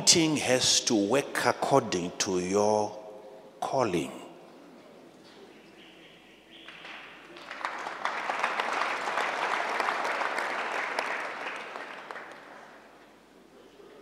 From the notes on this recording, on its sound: answers questions from the audience